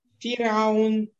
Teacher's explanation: ро будет тонкой, потому что ро с сукуном